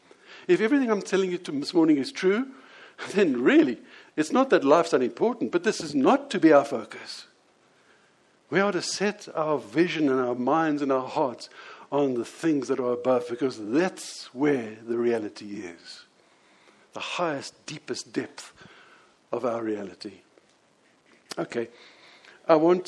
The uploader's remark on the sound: Here is the audio of the sermon I preached on this at the Lonehill Village Church on Sunday 28th May 2017.